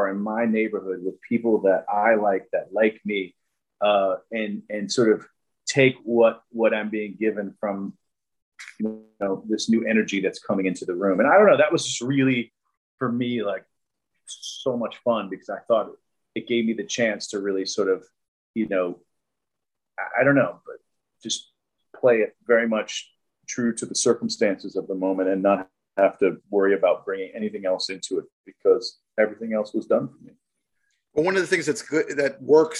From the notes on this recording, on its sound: Shot via Zoom.